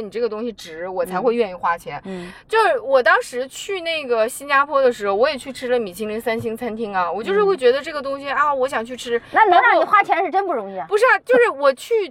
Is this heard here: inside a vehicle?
yes